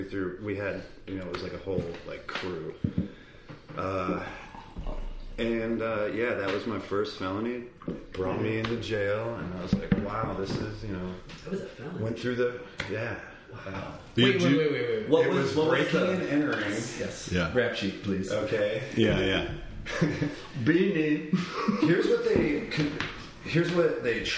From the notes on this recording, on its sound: Recorded in Brooklyn, NY. This is the first episode we recorded, and our modest studio only has two microphones so the quality of sound is somewhat compromised but the soul still shines. Recorded during their Pioneer Works residency.